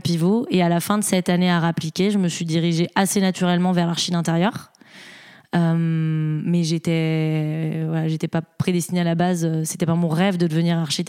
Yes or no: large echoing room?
no